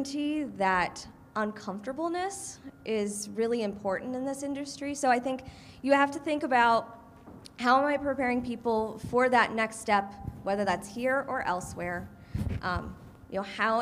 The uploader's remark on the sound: We were fortunate enough to be invited to serve as keynote speakers for the Ohio ACAC conference in March. We present you the unedited audio recording from inside the room. Being in Toledo.